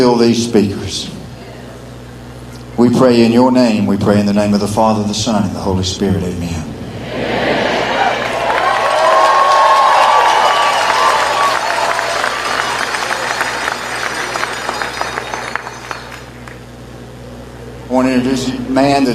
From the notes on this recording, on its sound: in Georgia today for "STOP THE STEAL" Rally LIVE